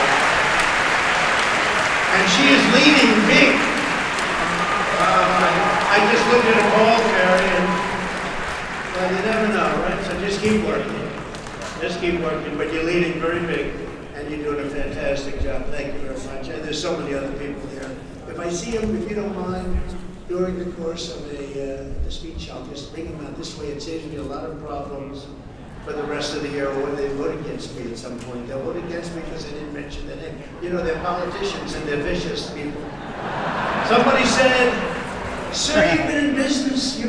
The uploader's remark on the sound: LIVE FROM CPAC 2022